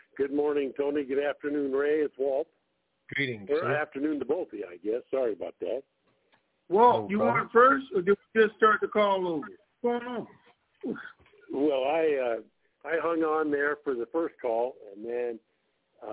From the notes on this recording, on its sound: TNTSuperfantastic Conference Call